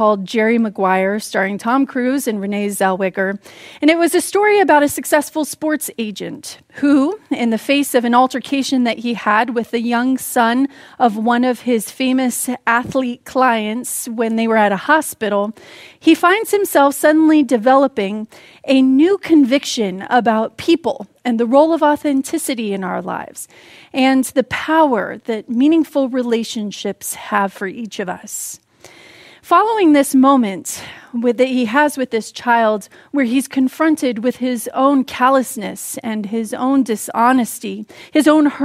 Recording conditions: large echoing room